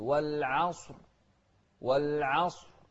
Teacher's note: ننتبه للصاد المفخمة والعين المرققة